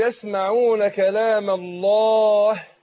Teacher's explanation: أقول يسمعون كلام الله، الهاء مرققة